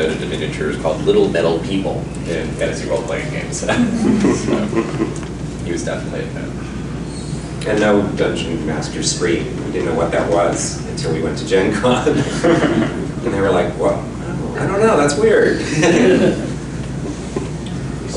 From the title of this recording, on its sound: Seminar at NTRPG Con 2-16